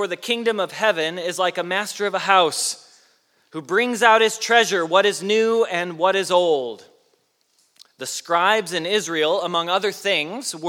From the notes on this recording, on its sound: Message Preached at Valley Creek Church